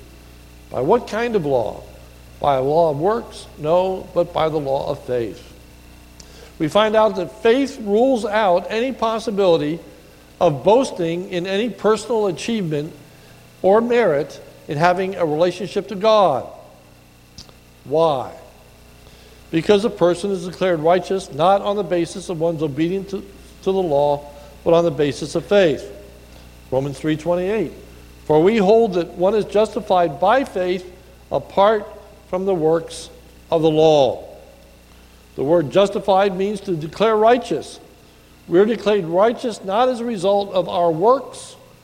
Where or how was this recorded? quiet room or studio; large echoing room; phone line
large echoing room